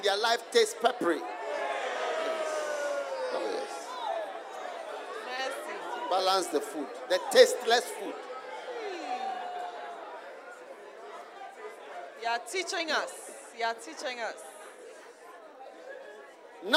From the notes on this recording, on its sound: Preached at the Use It or Lose It Camp, USA.